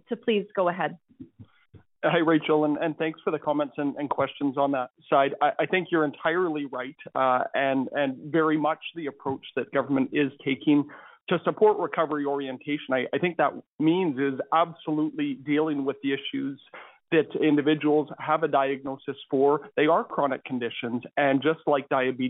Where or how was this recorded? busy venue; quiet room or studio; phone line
phone line